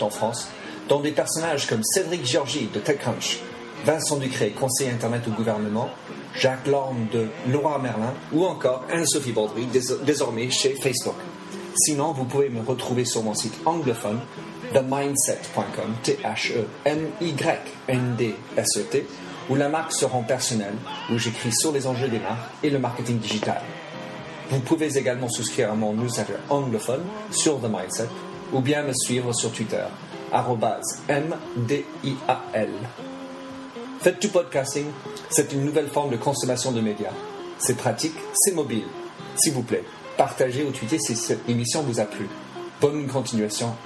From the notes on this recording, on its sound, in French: À l'Universite d'Eté du MEDEF 2012 et ai pris l'opportunité d'enregistrer cet entretien sur son stand.